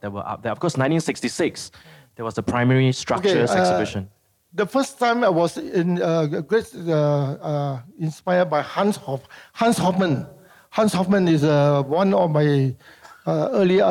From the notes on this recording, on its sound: This conversation was recorded live in November 2018 at National Gallery Singapore .